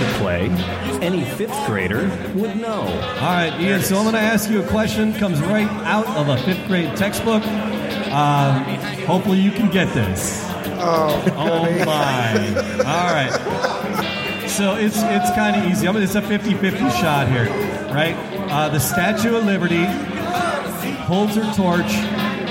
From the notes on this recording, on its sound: Live from Falling Down Beer Company IT in the D Charity Event